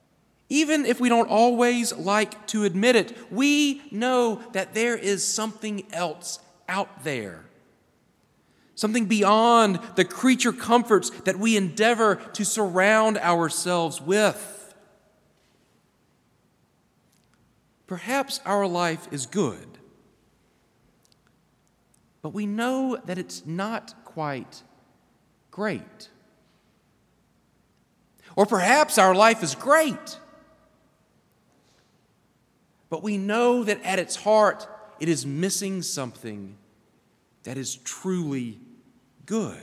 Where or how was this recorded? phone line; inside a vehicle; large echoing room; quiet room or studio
large echoing room